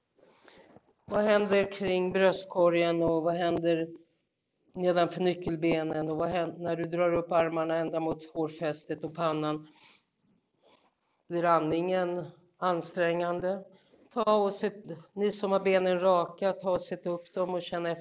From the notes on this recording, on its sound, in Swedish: Lektionen är en liveinspelning som följer deltagarnas rytm.